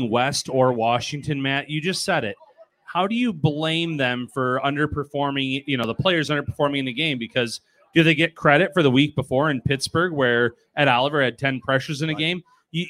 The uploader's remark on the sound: Live tonight from Wingnutz Bar & Grill at 1402 Millersport Hwy. In Amherst.